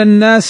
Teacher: نون مشددة حكمها الغنة بمقدار حركتين